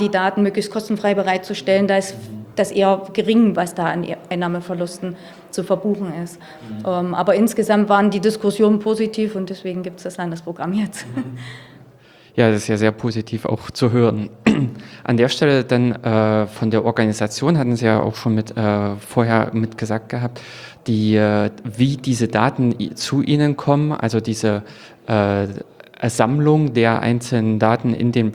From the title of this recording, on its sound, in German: Live vom Jenathon